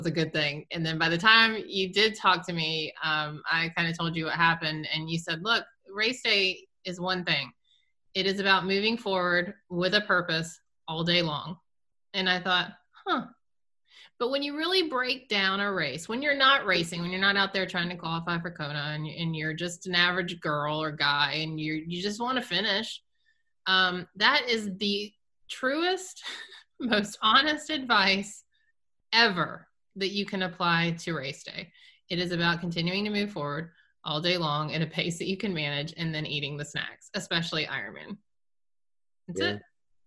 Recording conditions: video call